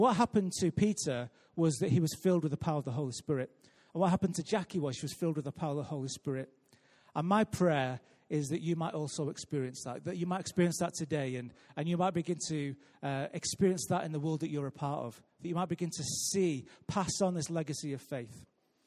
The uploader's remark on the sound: Recorded live at Life Church